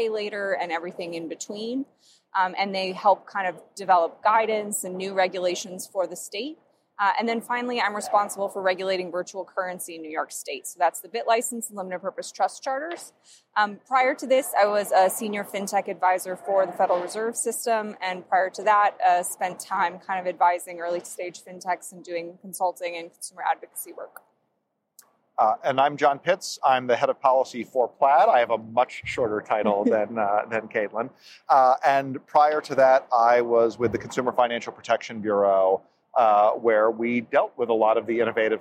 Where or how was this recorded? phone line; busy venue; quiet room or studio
busy venue